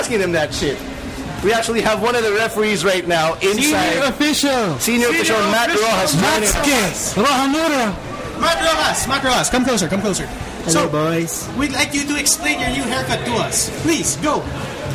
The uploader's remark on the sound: Comes straight to you live from the PWR Arena in Makati Square!